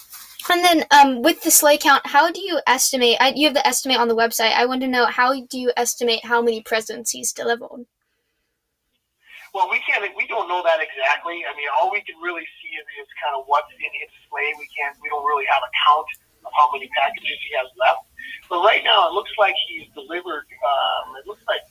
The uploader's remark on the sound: apologies for the terrible audio quality